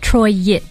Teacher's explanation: It's almost like there's two syllables on the end. Troy-it. There's like a diphthong there.